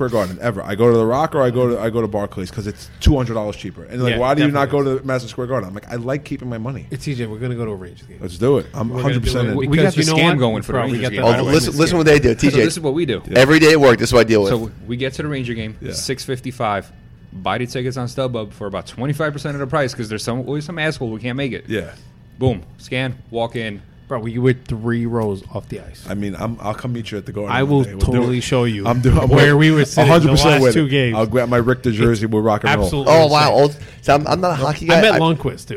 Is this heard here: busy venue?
yes